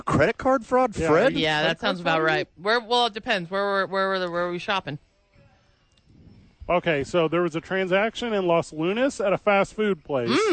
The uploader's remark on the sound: live from ABQ AXE